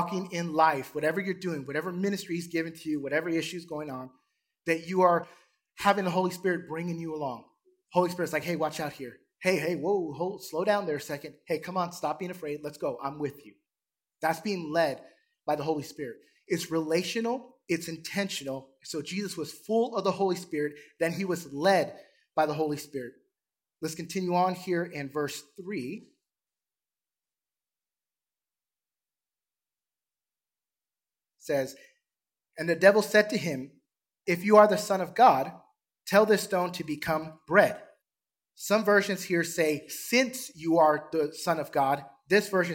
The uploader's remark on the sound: Recorded from South Gate Fellowship in Duncanville, TX on Sunday, April 24, 2022.